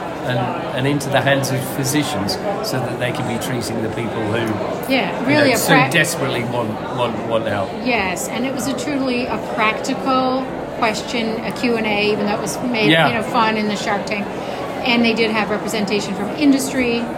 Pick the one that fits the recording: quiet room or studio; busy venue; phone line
busy venue